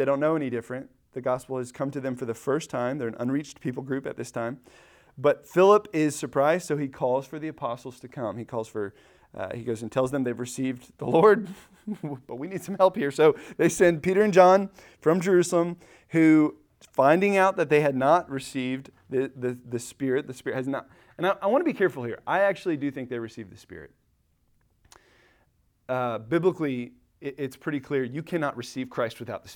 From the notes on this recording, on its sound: Recorded at Emmaus Church in Buford, GA